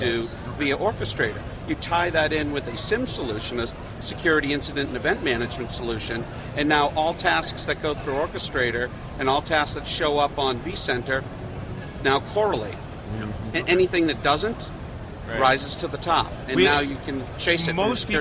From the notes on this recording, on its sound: Live from VMworld 2011